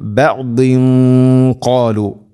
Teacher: قالوا أتحدثونهم، ഇനി ഇവിടെ إلى بعض എന്നുള്ള അത് കൂട്ടി ഓതുകയാണെങ്കിലോ, إلى بعض قالوا ഇഖ്ഫാം ബിഗുന്ന, അവ്യക്തമാക്കി മണിക്കണം. തൻവീനു ശേഷം ഖാഫ്, ഖാഫ് ഹെവി ലെറ്ററാണ്, അതോടുകൂടെ അതിൻ്റെ കൂടെ വരുന്ന ഗുന്നയും ഹെവി ആയിരിക്കണം.